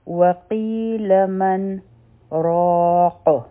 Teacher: را چې ده، دا حرفي مده دی، دوه حرکا واله، او مخکې قاف دی، د قاف د لاندې تنوین دی، لیکن دلته کې د ودرېدو په وجه به دا به مدی عارض د سکون جوړ شي. څلور حرکا به راکاږو، او قاف چې دی په دې به قلقله هم وکړو